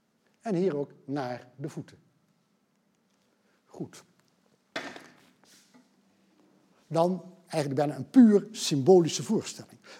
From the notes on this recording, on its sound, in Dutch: Deze lezing werd opgenomen in Museum Catharijneconvent op 9 oktober 2020 en is georganiseerd vanwege de tentoonstelling Body Language.